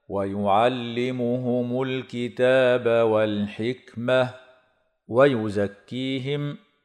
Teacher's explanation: لام ال هنا مظهرة في كلمتي الكتاب والحكمة مع مراعاة همس الكاف